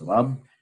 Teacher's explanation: El, Rab doesn't have a Shadda at the end, no gemination, just Rab